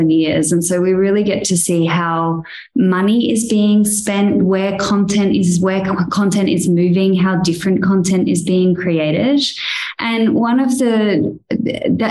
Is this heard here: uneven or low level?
no